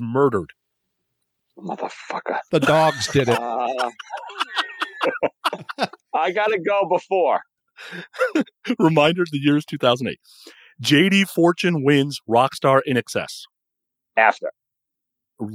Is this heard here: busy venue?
no